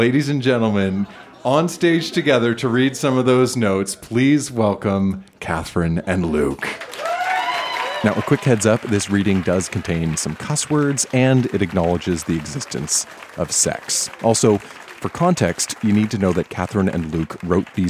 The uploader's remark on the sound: Recorded live at Broken City in Calgary, AB.